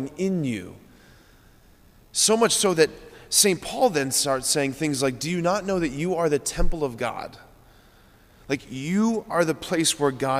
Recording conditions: large echoing room